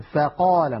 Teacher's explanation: وهي حرف رخو، يعني صوتها قابل للتطويل لأنها من الحروف الرخوة. والفاء ليست من الحروف المستعلية بل هي مستفلة، فلا تفخم أبدا. لا نقول فا بل نقول فا، العرب لا تقول فا بل يرققون ويقولون فقال مثلا، فقا، لابد من ترقيق صوت الفاء.